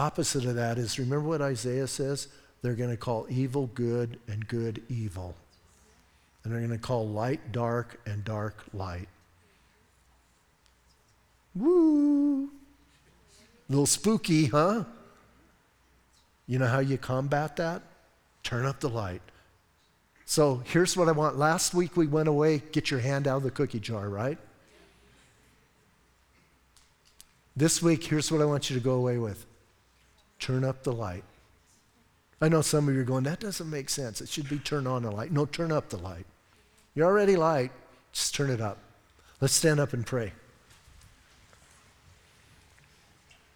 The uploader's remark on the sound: Audio messages from Calvary Chapel in Sierra Vista